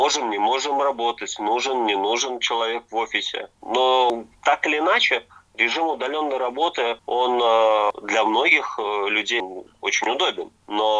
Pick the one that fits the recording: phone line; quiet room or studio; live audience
phone line